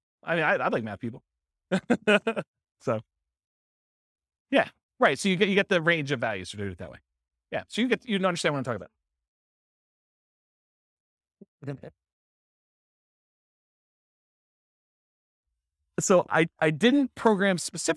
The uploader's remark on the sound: This was a live class recorded